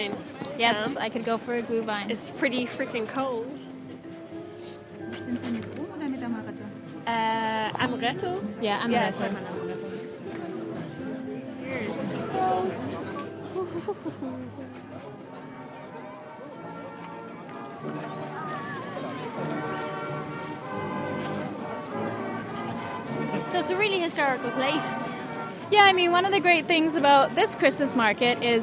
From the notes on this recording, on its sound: The sights, sounds and history of the Old Rixdorf Christmas Market. For just one weekend during the advent season, the Rixdorf Christmas market draws people from all over the city with its mixture of traditional crafts, entertainment and, of course, glühwein (German mulled wine).